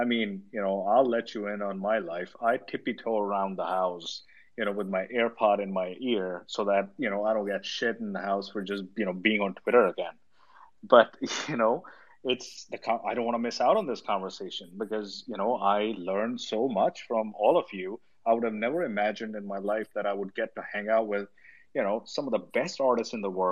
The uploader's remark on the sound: This episode is the recording of a Twitter space held on the MetaJungle Twitter on May 6, 2022.